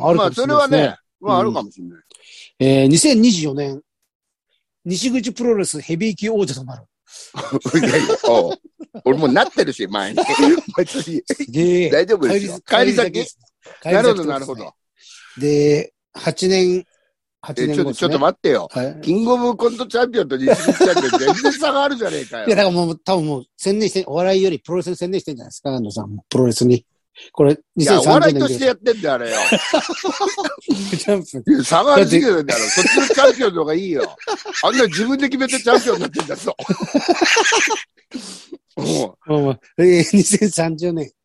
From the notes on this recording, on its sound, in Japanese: ZOOMで収録。